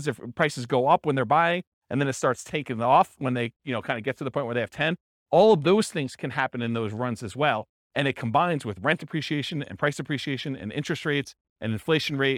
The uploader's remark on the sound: This was a live class recorded